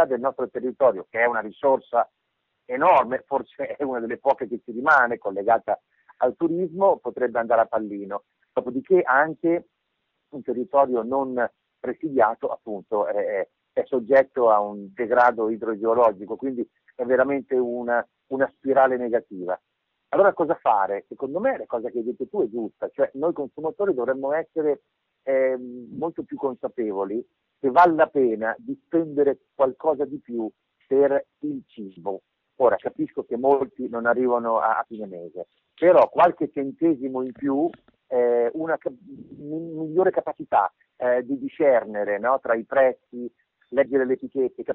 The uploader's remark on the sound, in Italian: al telefono